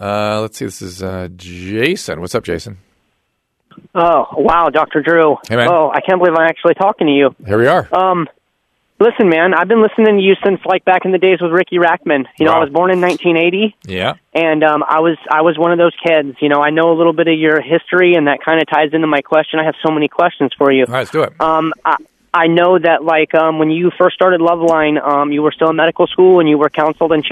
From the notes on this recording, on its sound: turns to the phones and speaks to callers